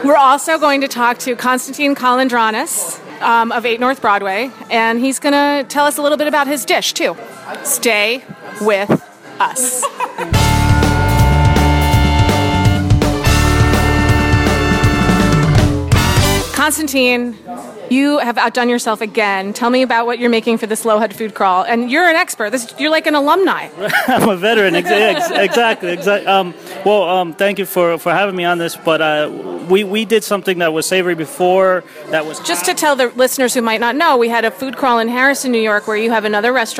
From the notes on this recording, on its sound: Lead a group of lohud readers on a four-course walking feast through downtown Nyack. The lohudfood crawl stopped at 8 North Broadway, Velo Bistro Wine Bar, Wasabi and Patisserie Didier Dumas.